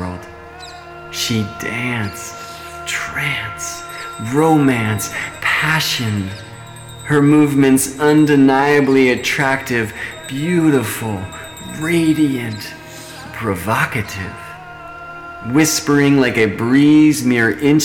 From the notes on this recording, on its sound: Part 2 of this "In Lak'ech" (I am another Yourself) StarryTelling Podcast Series required a loooong walk in the park to record.